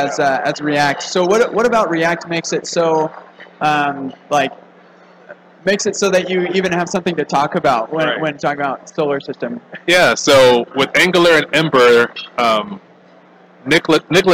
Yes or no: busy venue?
yes